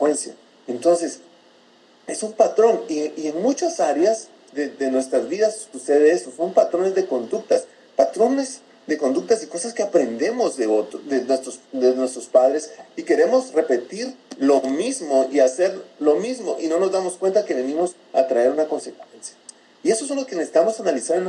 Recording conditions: poor sound quality